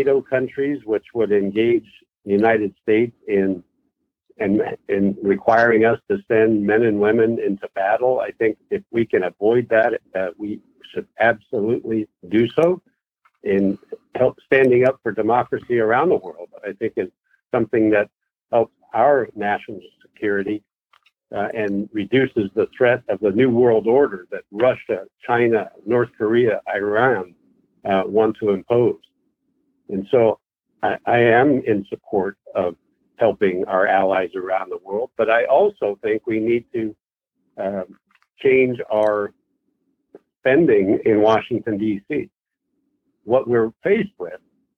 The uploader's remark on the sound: Weekly Call In Session